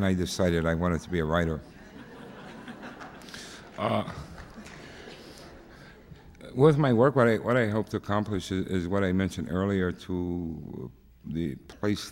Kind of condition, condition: setting, live audience